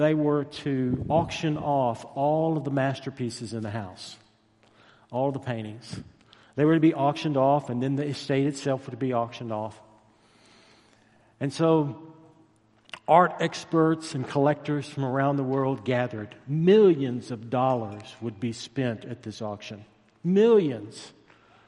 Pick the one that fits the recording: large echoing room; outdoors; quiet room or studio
large echoing room